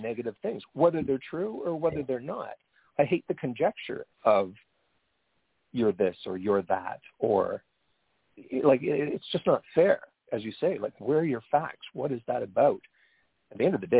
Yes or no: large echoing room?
no